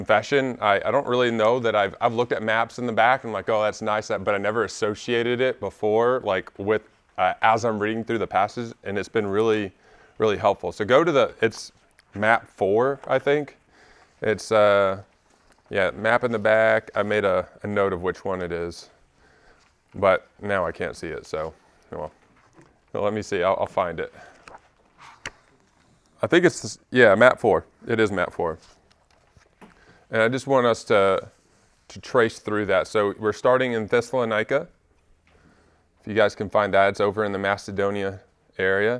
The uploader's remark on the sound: Recorded at Emmaus Church in Buford, GA on Wednesday, March 8, 2023.